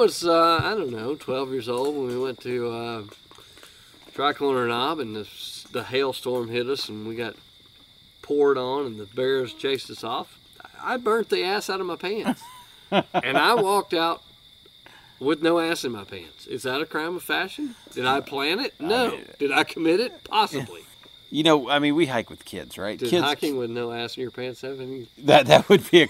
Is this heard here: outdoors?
yes